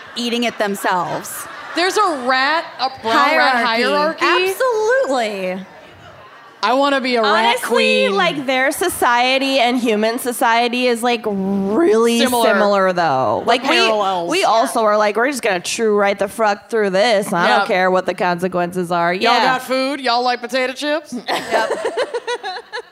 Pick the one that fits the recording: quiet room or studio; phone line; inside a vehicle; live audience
live audience